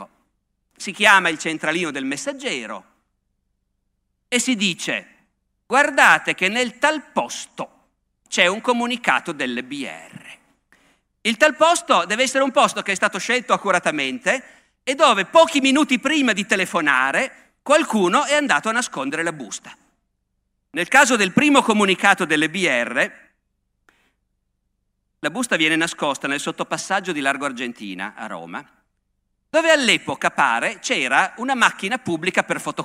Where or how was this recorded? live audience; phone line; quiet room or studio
live audience